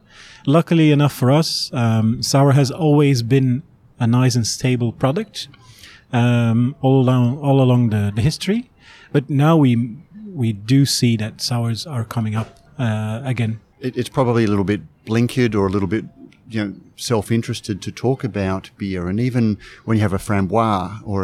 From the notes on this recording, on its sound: Felons in Brisbane, where the interview was recorded